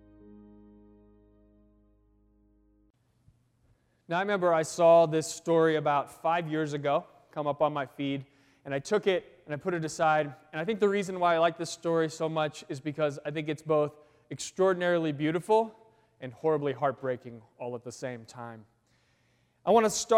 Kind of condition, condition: setting, large echoing room